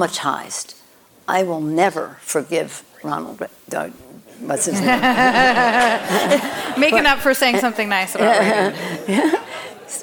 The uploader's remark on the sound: On stage at KQED Live. (at KQED Live). On stage at KQED Live.